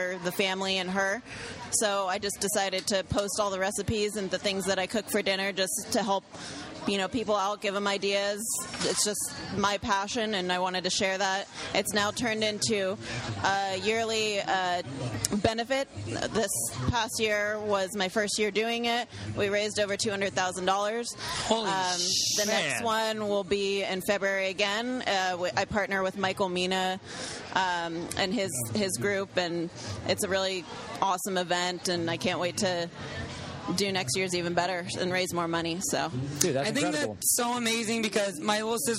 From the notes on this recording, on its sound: while at the CrossFit Games